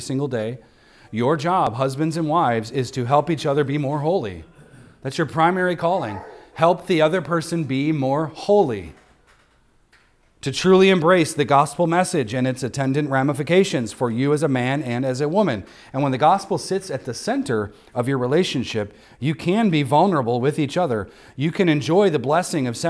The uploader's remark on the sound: recorded on Sunday, November 19th, 2023, at the weekly worship gathering of Cross & Crown Church.